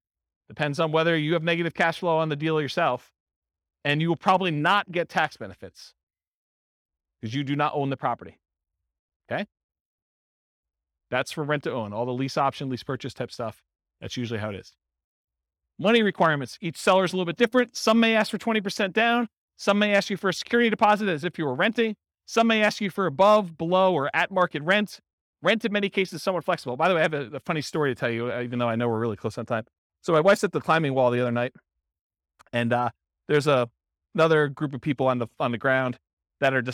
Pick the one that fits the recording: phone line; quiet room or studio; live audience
live audience